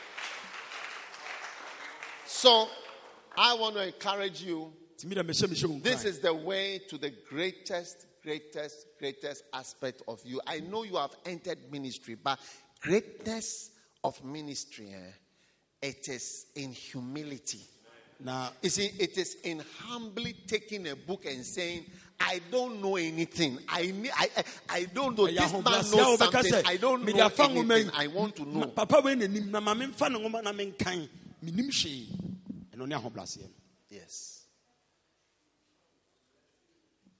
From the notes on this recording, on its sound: Preached at a Healing Jesus Campaign Pastors&#8217; conference in Drobo, Ghana. Preached at a Healing Jesus Campaign Pastors’ conference in Drobo, Ghana.